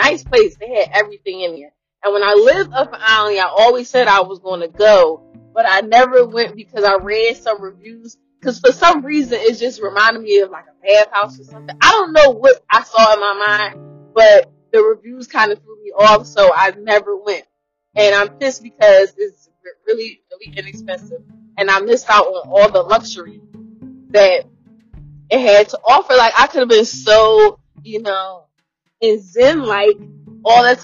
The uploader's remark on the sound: please excuse my audio I sound like a rapper in jail recording his album.